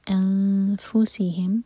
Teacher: فا کے لیے اخفا نون کے مخرج کو ٹچ نہیں کریں گے فا کے لیے زبان تیار کریں گے